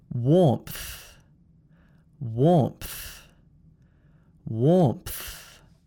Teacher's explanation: Can you hear the little th sound, the breath being pushed out at the end?